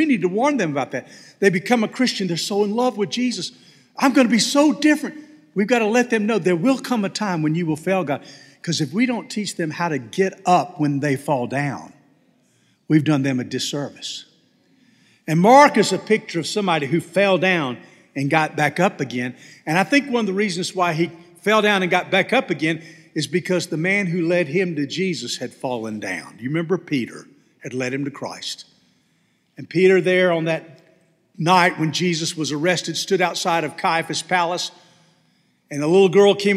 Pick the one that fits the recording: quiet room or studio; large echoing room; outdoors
large echoing room